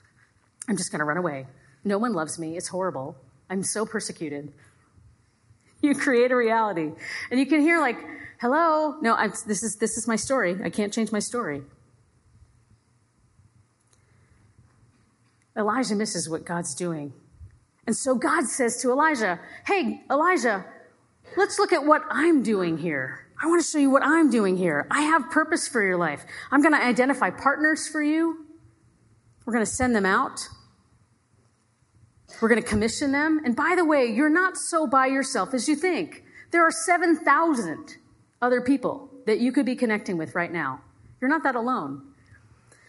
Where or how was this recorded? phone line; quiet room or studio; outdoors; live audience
live audience